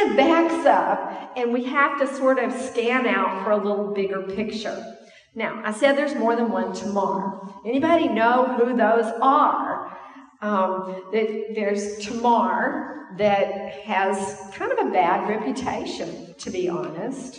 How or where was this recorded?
large echoing room